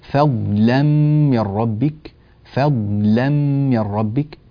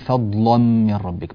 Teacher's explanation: كذلك مما ننبه إليه في هذه الآيات قوله تعالى في الآية 57 فضلا من ربك، فضلا من ربك، ترقيق اللام ولا نقول فضلا من ربك، بعض الناس يفخم اللام هنا، لا لا تفخم اللام · Shown in: first take · السبب في من يفعل ذلك أنه يكون حريصا على تفخيم الضاد فيأتي بها مفخمة.